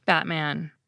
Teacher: I'm saying Batman without ever putting my tongue tip where it needs to be to make an unreleased T. · Term: glottal stop